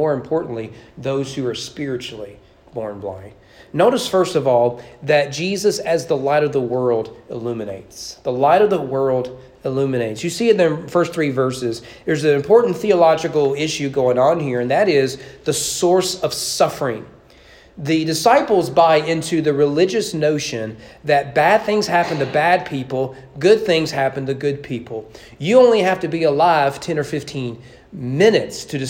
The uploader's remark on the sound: Sermon preached at East Frankfort Baptist Church on February 13, 2022 during evening worship.